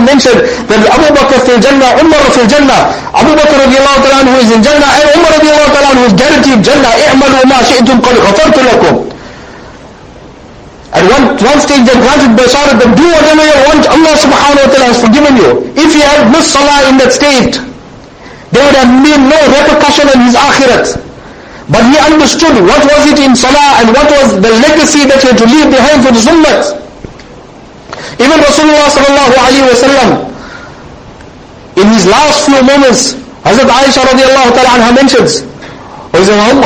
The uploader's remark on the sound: Jumuah lecture